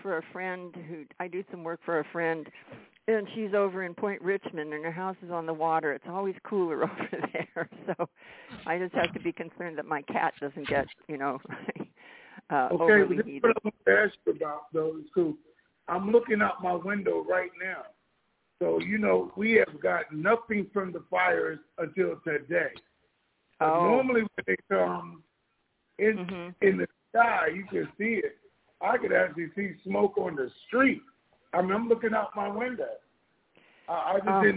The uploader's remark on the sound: TNTSuperfantastic Conference Call.